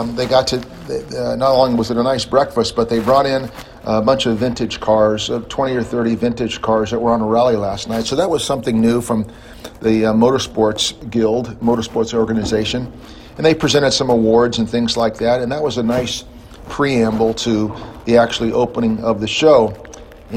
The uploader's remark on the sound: LA Auto Show, Day 2. We explore the other sights and sounds during our second day of visiting the 2017 LA Auto Show.